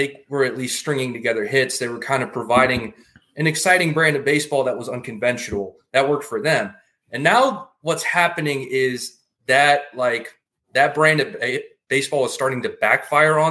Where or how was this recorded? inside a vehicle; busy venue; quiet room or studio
quiet room or studio